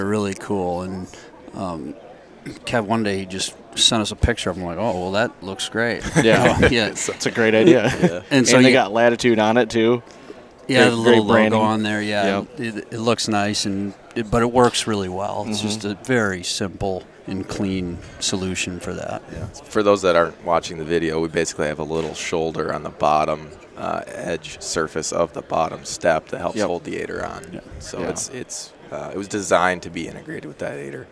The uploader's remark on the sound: While down at the ATA show I caught up with the three owners of Latitude Outdoors